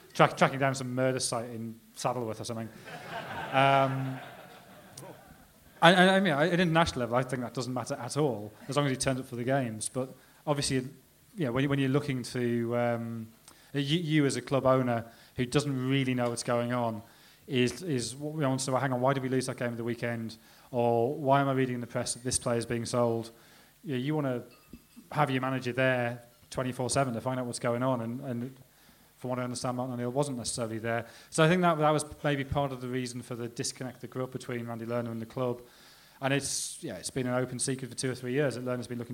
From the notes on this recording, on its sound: Live Q&A event held at Dublin's Sugar Club on 3rd March 2016. The first half of the Blizzard's live Q&A event held at Dublin's Sugar Club.